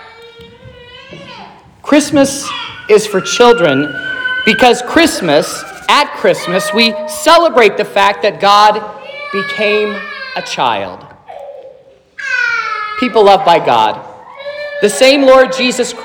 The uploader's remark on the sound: This is the sermon preached at Trinity Lutheran Church on Sunday, December 24th, 2023, which was Christmas Eve. This was the sermon from the children’s program.